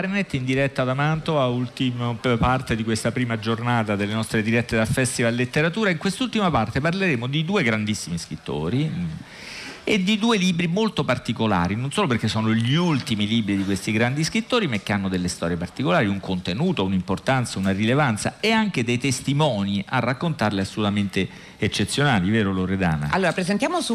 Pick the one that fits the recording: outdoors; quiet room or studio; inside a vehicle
outdoors